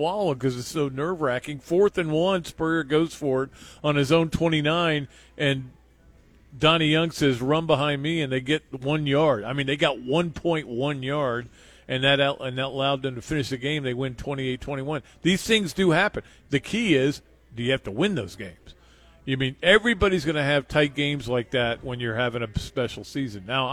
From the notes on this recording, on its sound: live from the Gainesville Hilton